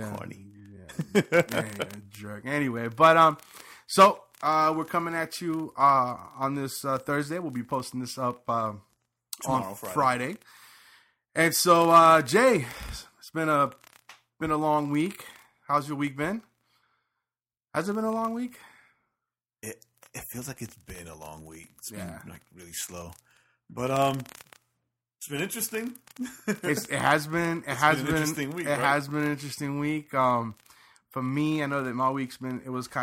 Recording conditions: distortion